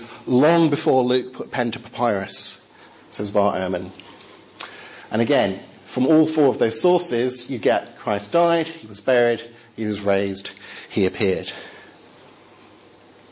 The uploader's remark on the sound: Talk with Q&A from Highfield Church Southampton's 'Reasonable Faith?' course.